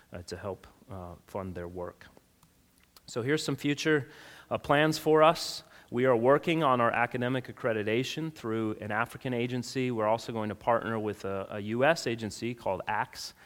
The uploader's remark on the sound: Sunday school session from our annual Missions Conference from Redeemer Baptist Church, located in Rincon, Georgia